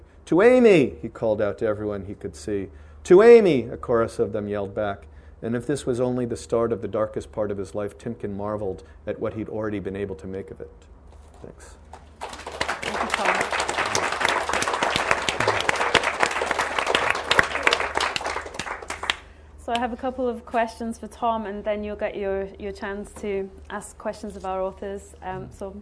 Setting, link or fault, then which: setting, live audience